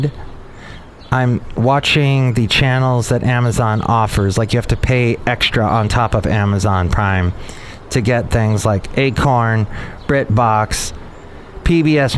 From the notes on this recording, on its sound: Podcasts live from Café Anyway.